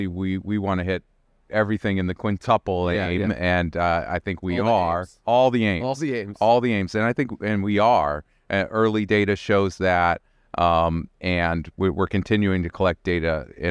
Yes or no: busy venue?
yes